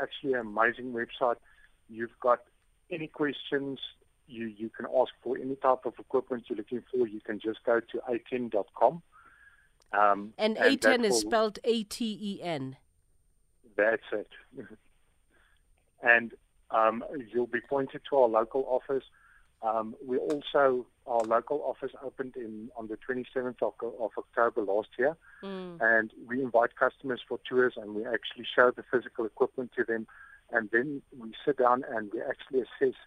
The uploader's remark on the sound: we are joined on the line